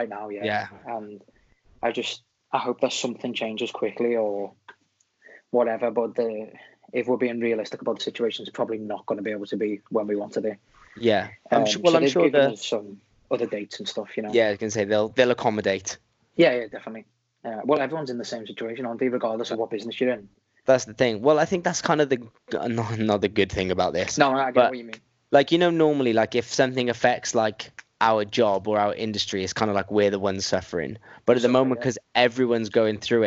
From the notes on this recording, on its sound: Are both in self isolation and have a catch up over skype.